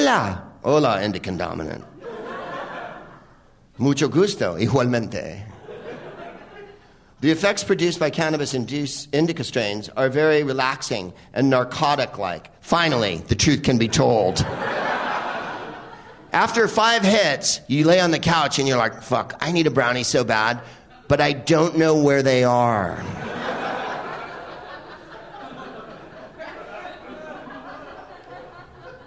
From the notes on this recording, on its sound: Live from the Upfront Theater in Bellingham